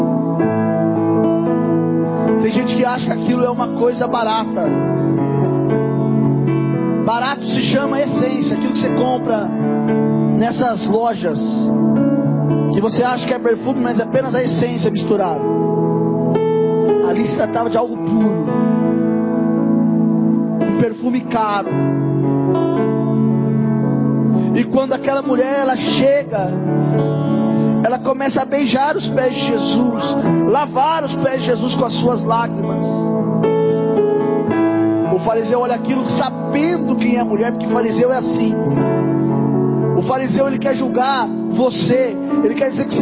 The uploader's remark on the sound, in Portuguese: Mensagem gravada em 28/01/2024 - Culto da Família